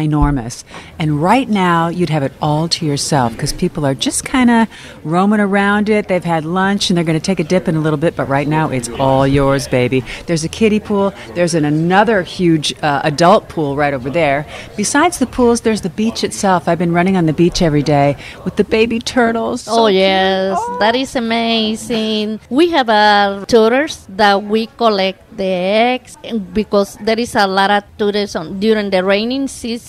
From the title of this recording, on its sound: Live from the Hyatt Ziva Los Cabos